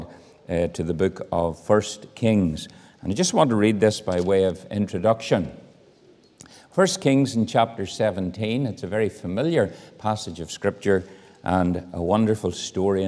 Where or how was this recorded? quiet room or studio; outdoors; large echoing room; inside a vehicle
large echoing room